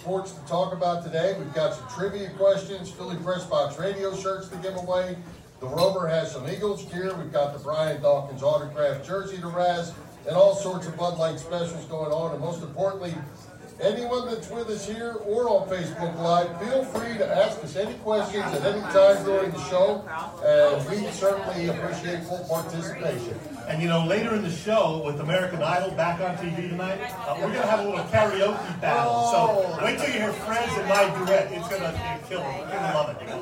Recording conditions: poor sound quality